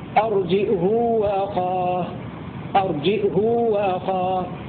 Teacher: والخلاصة في لفظ أرجئه في سورتي الأعراف والشعراء ومذاهب القراء فيها على النحو التالي: أولا، قرأ ابن كثير وهشام بزيادة همزة ساكنة وضم الهاء وصلتها بمقدار حركتين هكذا: أرجئه وأخاه، هكذا يقرأ هشام وابن كثير.